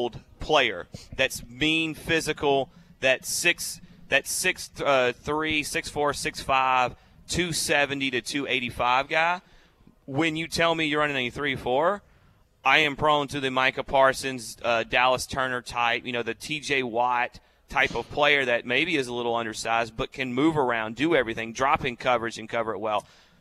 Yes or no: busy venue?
yes